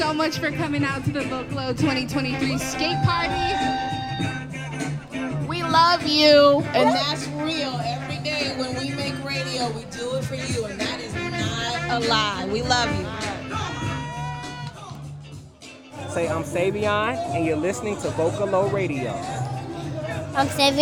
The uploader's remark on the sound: Skaters of all ages let the good times roll to live mixes. On the beautiful summer night. An audio postcard from the skate party.